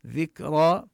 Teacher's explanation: ننتبه للهمس بالكاف ونقف بالألف